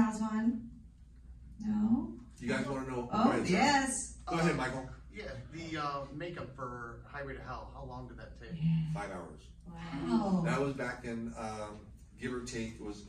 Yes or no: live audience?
yes